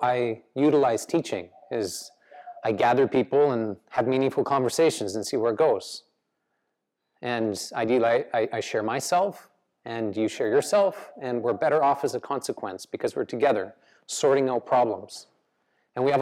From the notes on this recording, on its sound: The live recorded lecture took place before a yoga practice at Peace Retreat in Los Pargos, Costa Rica in January of 2022.